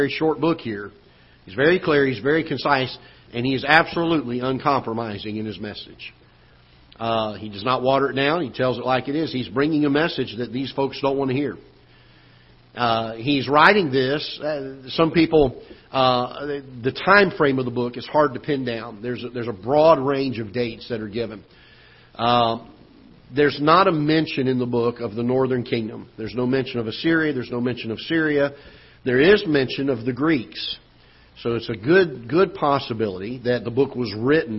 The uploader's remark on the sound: Ketha Heights Baptist Church ~ Live Broadcast.